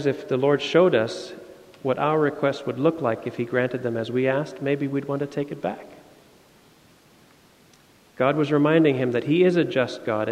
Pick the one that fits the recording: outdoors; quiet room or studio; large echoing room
large echoing room